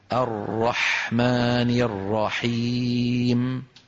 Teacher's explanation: بينما الحاء من حروف الرخاوة. الحاء مجراها واسع.